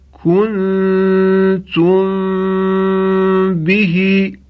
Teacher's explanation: صدای میم ساکن به صورت غنه، یعنی در حالی که صدا هم از ناحیه دهان و هم از ناحیه بینی شنیده می شد، صدای میم ساکن به میزان دو حرکت امتداد پیدا کرد. · Term: اخفا